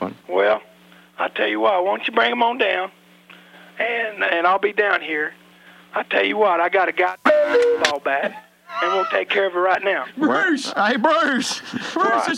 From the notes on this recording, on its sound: Prank Phone Calls Collection.